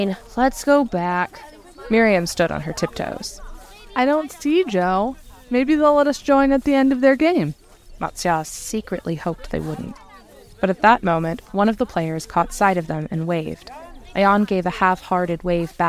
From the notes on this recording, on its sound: Faraday ambiance and Cafeteria ambiance from Ambient Sound Mixer. Faraday ambiance and Cafeteria ambiance from Ambient Sound Mixer.